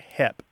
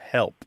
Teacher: One of the things that happens in part of the American South is people drop their L's in that word. · Shown in: first take · So it sounds more like hep instead of help.